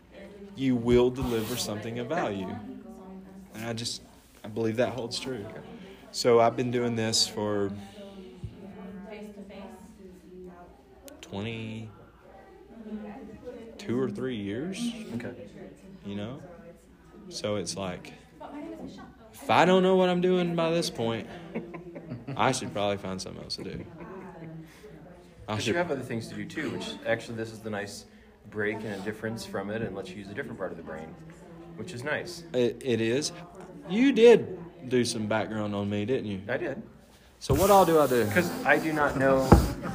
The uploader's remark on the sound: This episode was recorded live at the 2022 Annual Montana College Attainment Network’s annual conference.